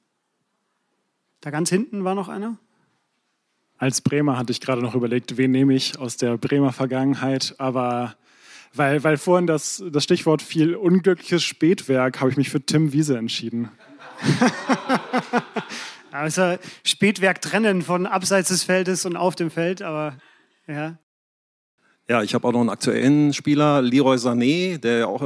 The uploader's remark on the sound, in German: Diesmal gibt es eine Sonderausgabe von Kicken kann er . Für die Live-Aufzeichnung vom großen Podcast-Festival von ZEIT ONLINE und ZEIT am 11. In Berlin.